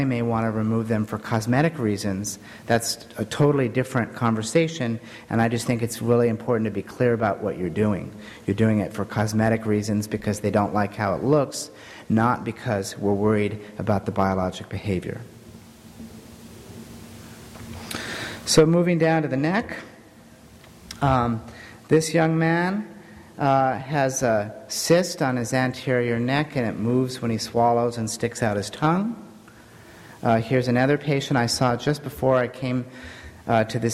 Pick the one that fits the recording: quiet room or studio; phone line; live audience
live audience